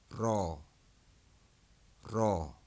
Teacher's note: Both of those R's were trilled. One was longer than the other one.